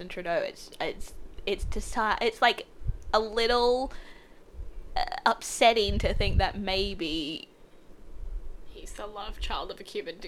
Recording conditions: background noise